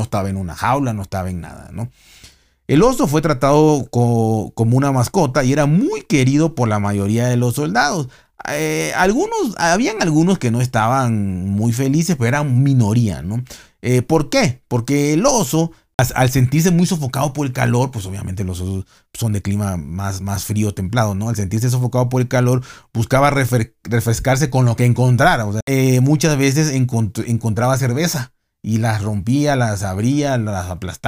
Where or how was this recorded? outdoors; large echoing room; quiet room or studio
quiet room or studio